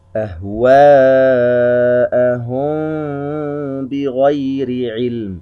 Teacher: نجد ميم ساكنة في كلمة أهواءهم، وجاء بعدها حرف الباء، إذن هذا هو إخفاء شفوي، نخفي الميم تلاصق خفيف عند الشفتين. أهواءهم بغير علم، طبعا وأخفيا الميم إن تسكن بغنة، ولا ننسى الغنة التي هي بمقدار حركتين.